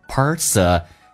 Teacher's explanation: Don't confuse my personality,这个单词有点难发，美式发音首先要重度卷舌 per-ser 那个 n 往后放，不要 person, no, personality, T 发 D 这个发音，两个元音中间所加的辅音要浊化